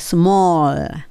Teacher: small にしないで small。歯の裏に L で止めますよね